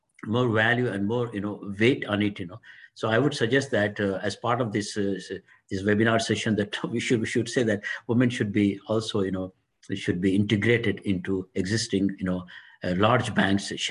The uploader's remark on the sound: This public talk was conducted online via Zoom